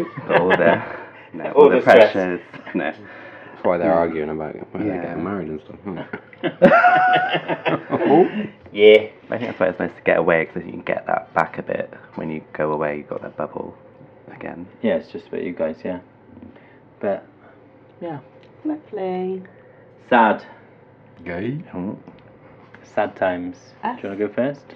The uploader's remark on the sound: Sorry about the constant hum in the background. There was some work going on outside .